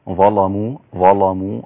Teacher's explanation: تفخيم اللام أو تغليظ اللام بعد الظاء